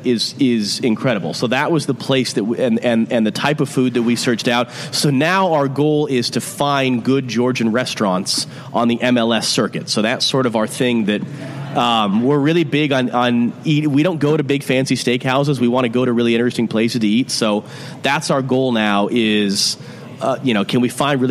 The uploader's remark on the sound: at Civic Taproom in Portland